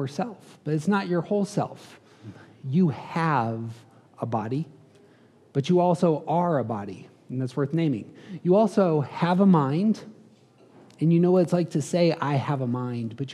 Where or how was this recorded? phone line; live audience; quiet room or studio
live audience